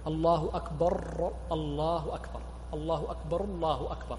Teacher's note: فبعض الناس يشدد الراء من الله أكبر، وذلك إذا وصلها بما بعدها · Term: اللحن بزيادة شدة